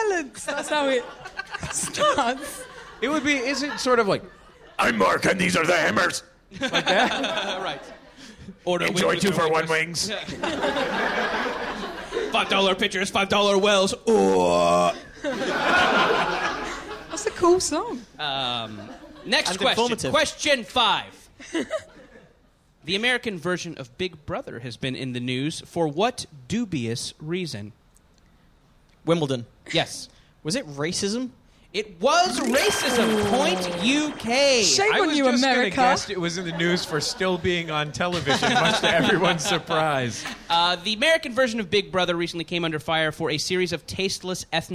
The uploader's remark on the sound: Live in London